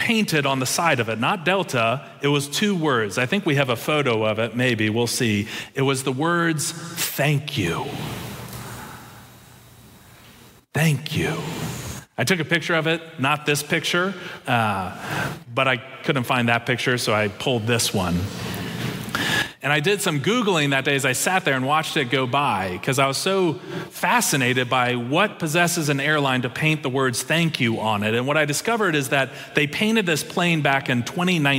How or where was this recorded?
live audience